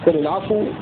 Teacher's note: وإذا أردنا أن نبين قراءة أبي عمرو وقفا سنقف له بالروم أو بالإشمام